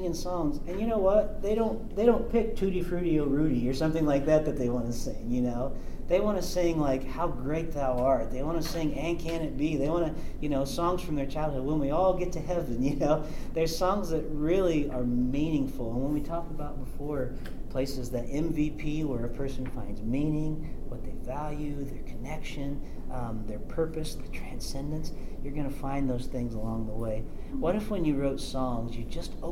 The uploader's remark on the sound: This episode comes to you live from the 2024 Worship 424 Conference at Cedarville University.